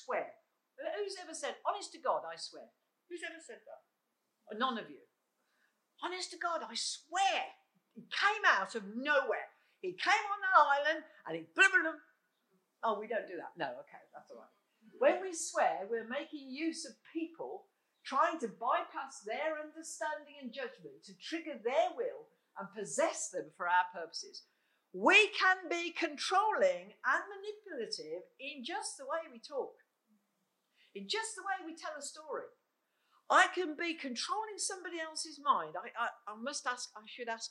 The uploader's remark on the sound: Recorded on 13th June 2021 at Raunds Saxon Hall under limited covid rules and regulations.